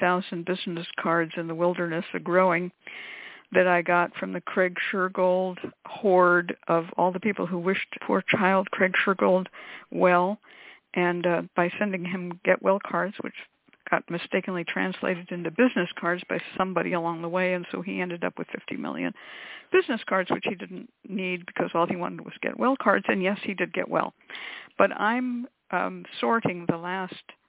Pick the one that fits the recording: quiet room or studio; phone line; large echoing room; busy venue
phone line